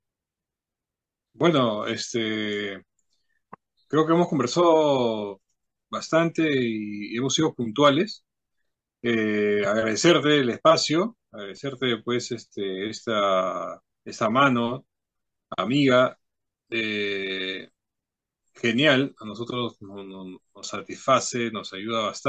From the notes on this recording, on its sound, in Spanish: Charlamos via zoom.